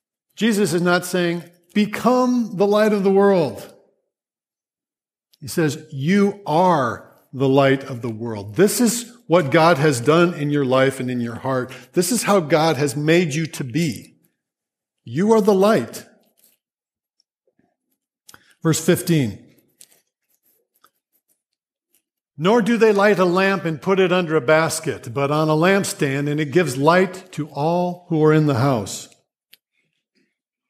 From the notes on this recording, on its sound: Grace Church Sermon Audio.